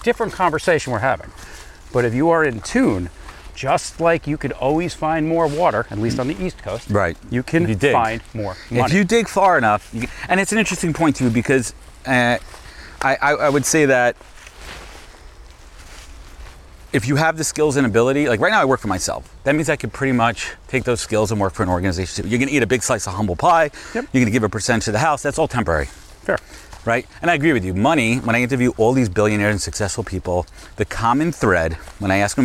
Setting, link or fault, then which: setting, outdoors